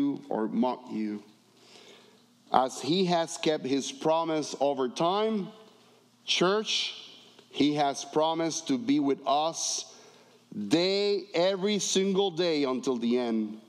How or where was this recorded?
large echoing room